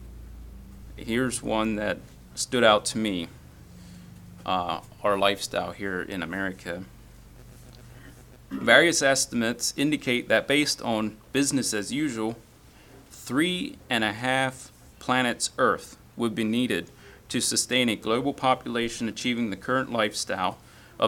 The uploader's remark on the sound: Message preached at Word of Hope on Sunday July 30, 2023